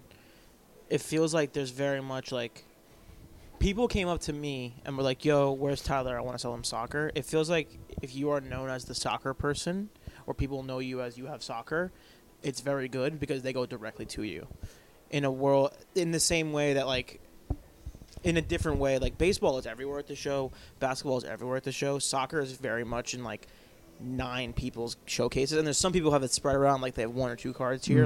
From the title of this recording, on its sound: Live From The Dallas Card Show